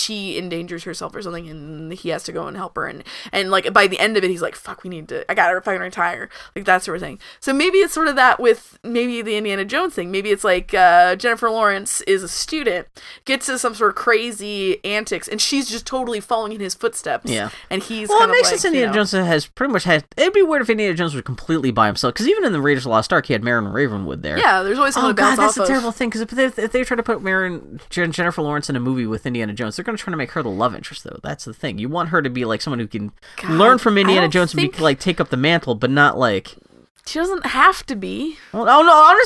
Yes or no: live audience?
no